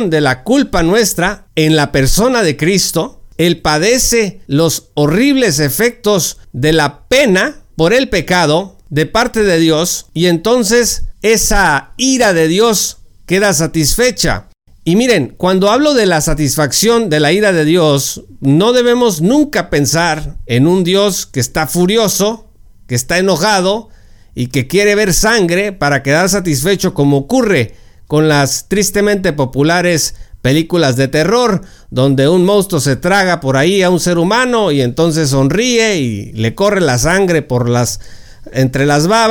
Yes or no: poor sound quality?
no